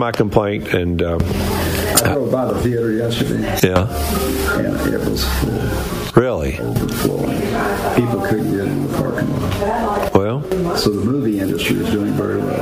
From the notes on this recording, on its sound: LIVE from the Lost Sea in Sweetwater